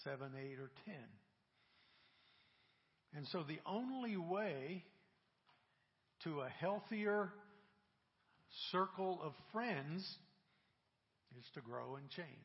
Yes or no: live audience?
yes